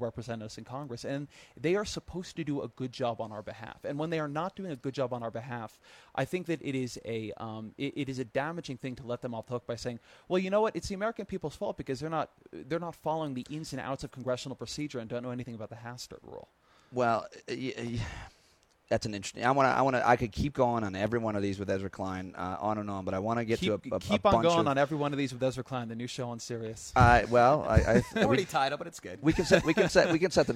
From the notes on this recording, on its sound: On location at the 2013 Aspen Ideas Festival.